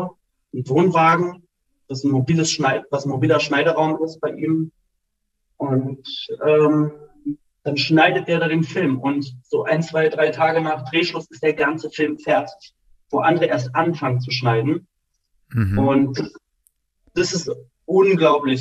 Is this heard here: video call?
yes